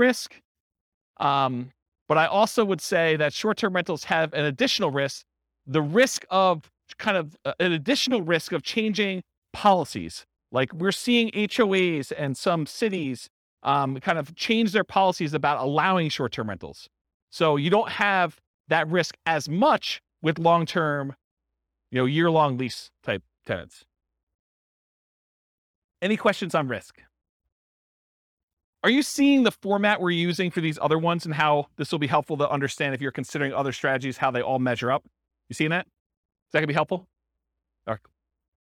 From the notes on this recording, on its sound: This was a live class recorded